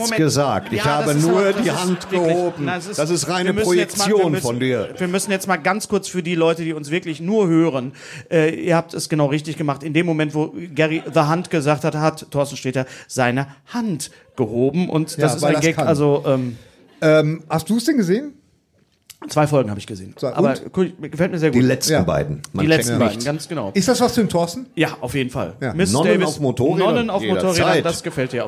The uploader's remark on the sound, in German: Live auf der Reeperbahn